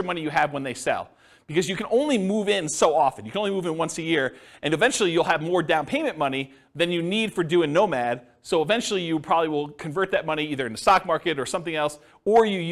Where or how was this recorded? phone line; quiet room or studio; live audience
live audience